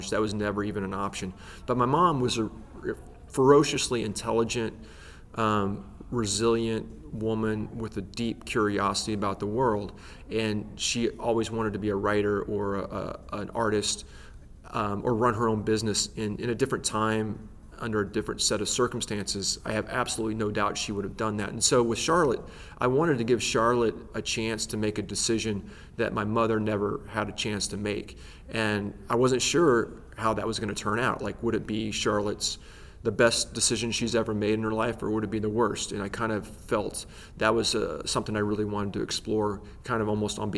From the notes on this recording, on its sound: at the ALA Annual conference in New Orleans